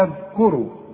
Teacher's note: الذال لازم تطلع لسانك فيها، والكاف مضمومة والراء مفخمة